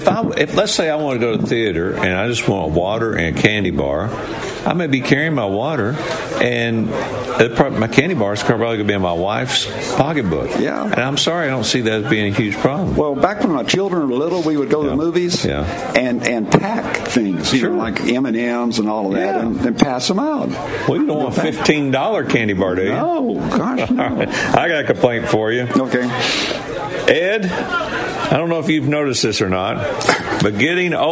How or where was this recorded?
busy venue